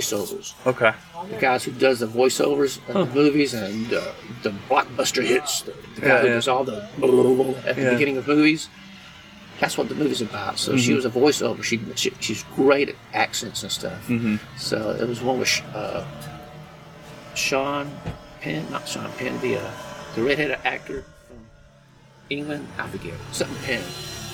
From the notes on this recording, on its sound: From the van. As he departs Encinitas in the new year headed for Rubber Tramp Rendezvous.